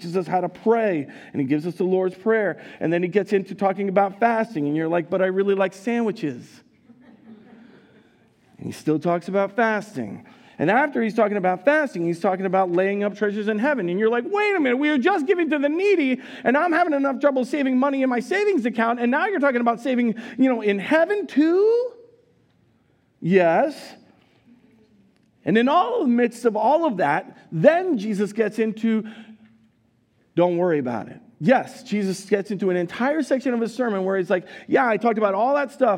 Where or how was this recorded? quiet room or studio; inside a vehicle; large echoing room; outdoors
large echoing room